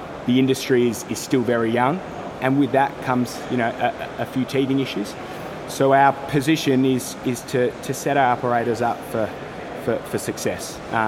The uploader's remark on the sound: out and about, so please excuse the background noise